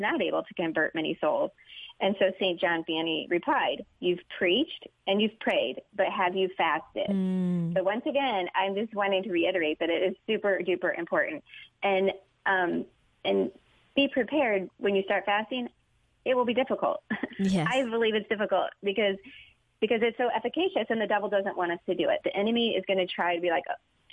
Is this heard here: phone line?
yes